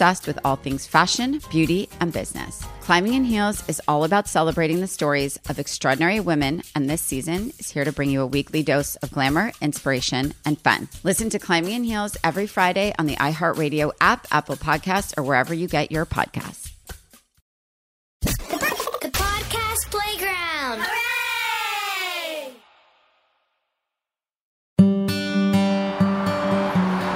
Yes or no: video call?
no